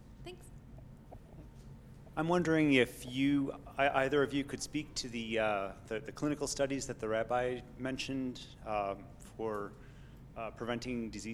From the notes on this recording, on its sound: This is a recording of the discussion that followed a special screening